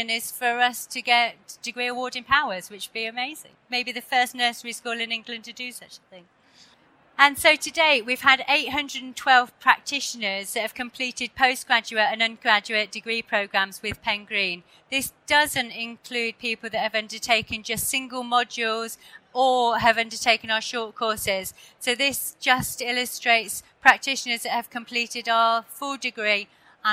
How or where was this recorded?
busy venue